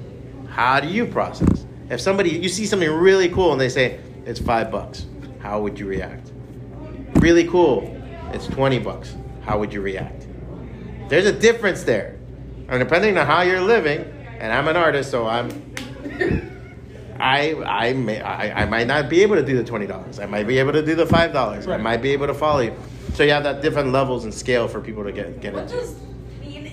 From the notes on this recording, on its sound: Taped live at BEYOND COMIC-CON